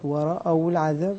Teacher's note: يعني فخم الراء ورقق الهمز